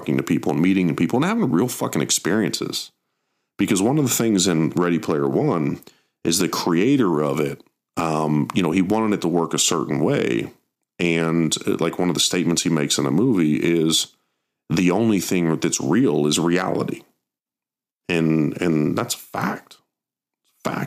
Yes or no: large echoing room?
no